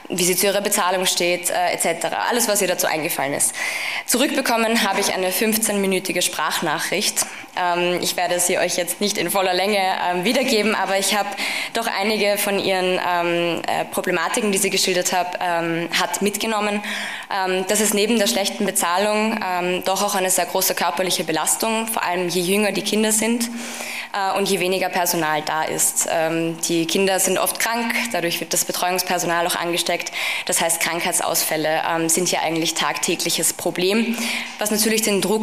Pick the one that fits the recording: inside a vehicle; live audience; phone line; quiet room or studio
live audience